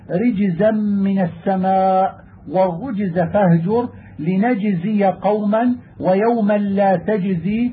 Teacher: الجيم تخرج من مخرج الشين، وهي حرف قوي للجهر الذي فيها والشدة، فإذا سكنت الجيم وبعدها زاي وجب أن يتحفظ بإظهار الجيم، نحو قوله تعالى: رجزا من السماء، والرجز فهجر، لنجزي قوما، ويوما لا تجزي، وسيجزي الله، وسيجزون، وشبهه.